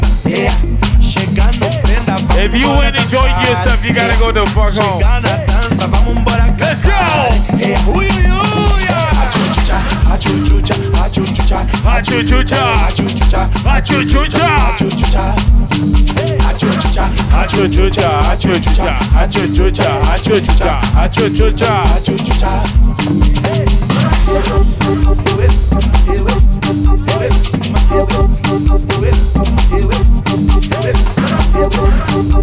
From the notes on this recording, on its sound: Live at Medusa. A series where I drop my latest live sets for you to enjoy. As I got into the DJ booth. Plugged in, pressed record and did my thing.